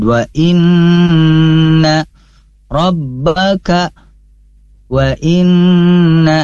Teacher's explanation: ada nun bertasydid harus ditahan, yaitu gunnah musyaddadah